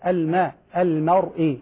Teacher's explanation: نحافظ على ترقيق الميم وتفخيم الراء بعدها لأن الراء قوية والميم ضعيفة، فالراء تؤثر في الميم فتخرج هكذا المرء، وهذا خطأ، الماء المرء هكذا.